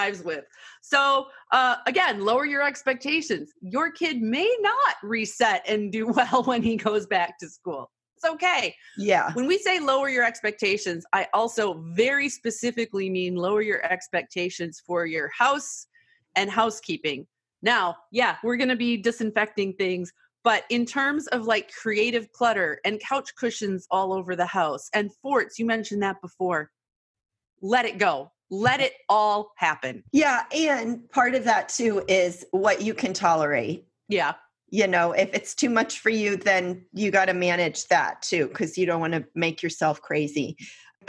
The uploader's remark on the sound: We use ZOOM to record our podcast.